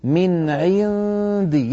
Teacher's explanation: يبقى اللسان قريبا من مخرج الدال، عندي لما يصل إلى الدال يقرع مخرج الدال، والباقي ممتاز. · Term: إخفاء النون